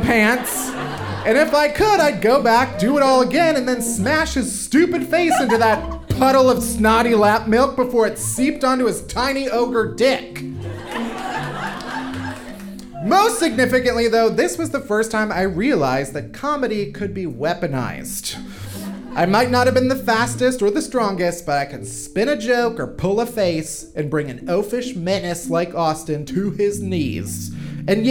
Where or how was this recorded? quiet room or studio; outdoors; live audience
live audience